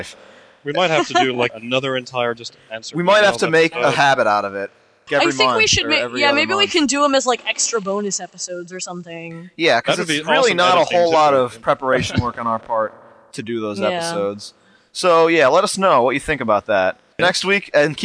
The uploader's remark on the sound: Our special guest (via a kind of flaky telephone line).